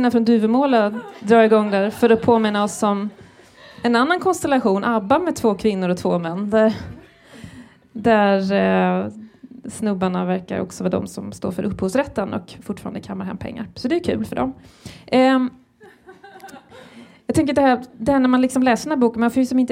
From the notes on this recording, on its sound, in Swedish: Live på Scenkonstmuseet 27.04.19. Live på Scenkonstmuseet i Stockholm 27 april 2019.